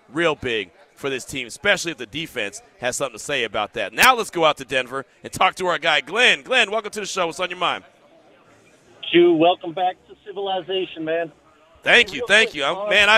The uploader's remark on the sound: LIVE AT BUFFALO WILD WINGS